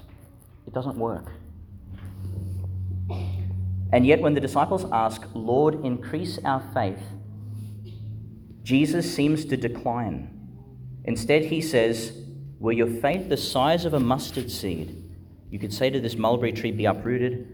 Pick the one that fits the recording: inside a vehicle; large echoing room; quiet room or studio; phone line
large echoing room